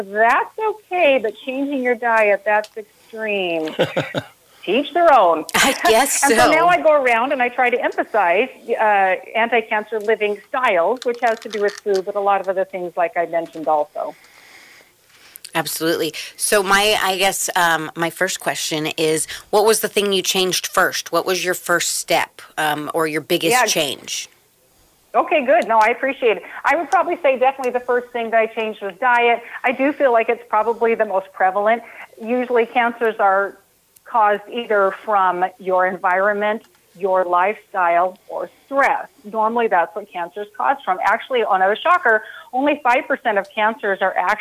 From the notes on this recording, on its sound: are joined on the phone